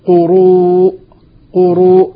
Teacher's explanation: وخلاصة الكلام سواء كان هذا أو ذاك هو المحصلة واحدة، إذا كانت في ياء زائدة أبدلنا الهمزة ياء وأدغمنا الياء في الياء، لأنه صار ياء ساكنة وبعدها ياء ساكنة وبعدها ياء متحركة مشددة. وإذا كان قبلها واو قبل الهمزة واو أبدلنا الهمزة واوا وأدغمنا الواو في الواو